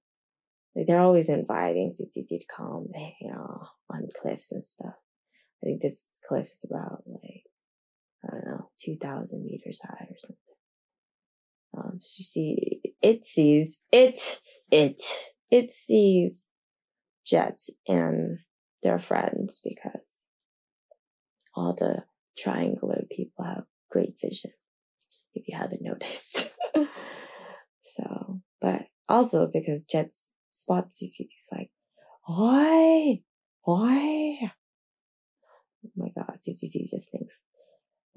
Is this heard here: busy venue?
no